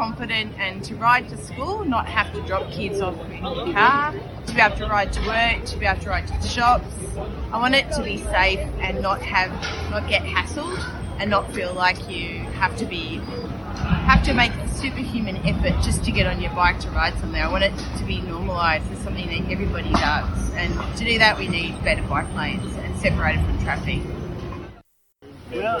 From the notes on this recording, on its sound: We take a audio journey, riding out west. With Critical Mass, Bike West, Kidical Mass Melbourne, Joseph Road Precinct Action Group, Snuff Puppets, Extinction Rebellion and over two hundred of their best friends. In Melbournes western suburbs.